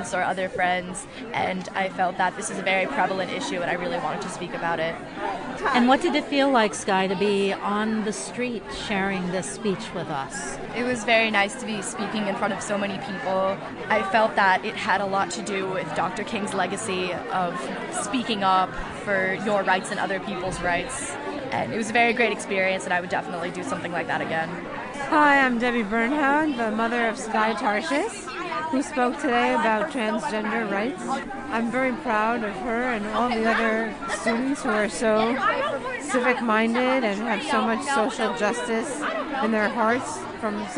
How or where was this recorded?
live audience